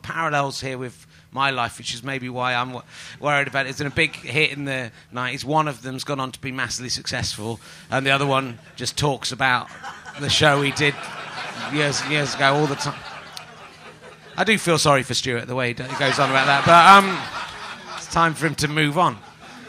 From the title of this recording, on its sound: Edinburgh Fringe Podcast 2012